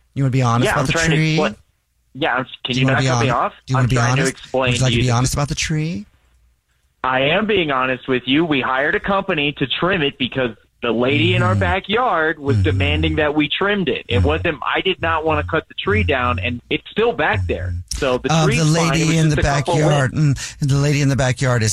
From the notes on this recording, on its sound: phone prank style